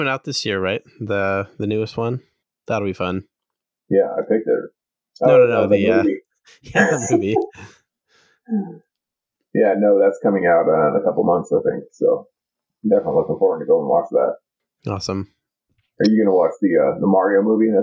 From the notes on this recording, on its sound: Sorry about the audio quality, did realize there was any errors until the end and tried to salvage what we could.